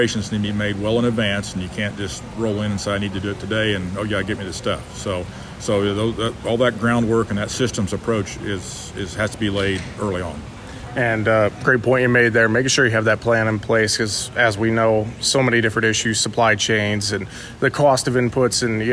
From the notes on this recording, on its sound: live at the Tar Spot Summit, hosted by AgReliant Genetics near Indianapolis, IN this week